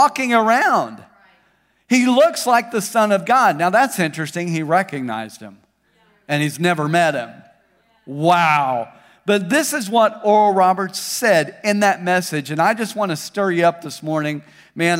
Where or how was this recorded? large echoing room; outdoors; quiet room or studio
large echoing room